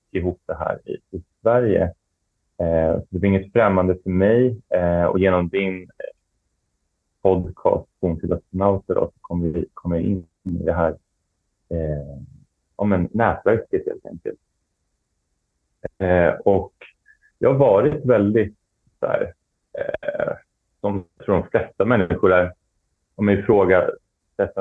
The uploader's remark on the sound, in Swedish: Ljudupptagningen är inte optimal då det är inspelat från en live session via zoom och med "vanliga" hörlurar.